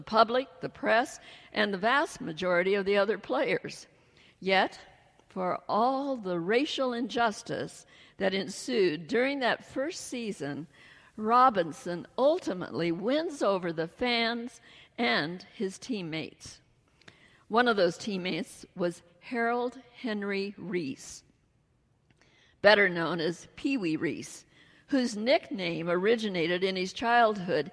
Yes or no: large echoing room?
yes